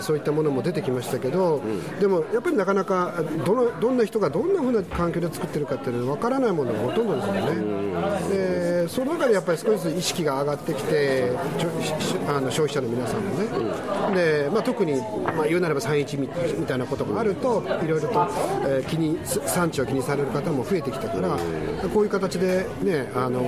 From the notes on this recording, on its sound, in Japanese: 特番形式で屋外で取材と収録。月一で開催されるアースデイマーケットくまもと。